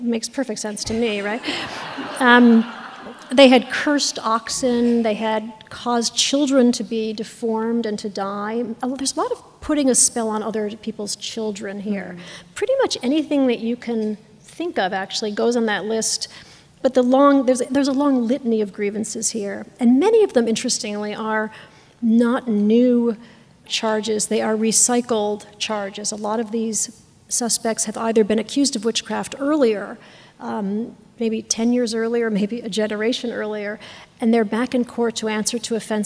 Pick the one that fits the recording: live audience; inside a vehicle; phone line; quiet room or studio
live audience